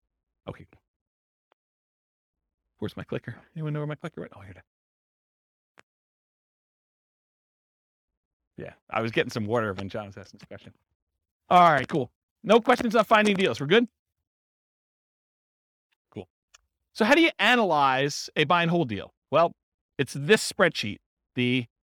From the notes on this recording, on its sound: This was a live class recorded